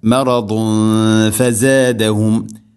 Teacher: ഇവിടെ തൻവീന് ശേഷം ഫ, തൻവീനിനെ അവ്യക്തമാക്കി മണിക്കണം. ഇഖ്ഫാം ബിഗുന്ന.